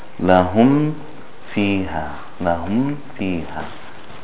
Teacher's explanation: The meem sakina, when it is followed by the letter fa. The meem, is there any hiding of the meem in the fa? No. It is pronounced clearly, pronounced with izhar.